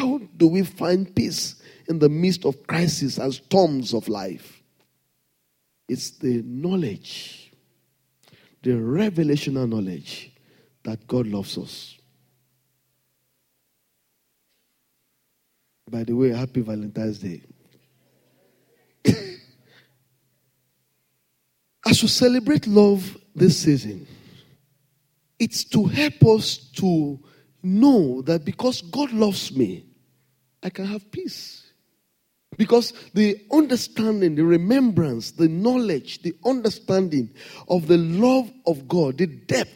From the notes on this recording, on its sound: Sunday Service message preached. RCCG Lagos, Nigeria.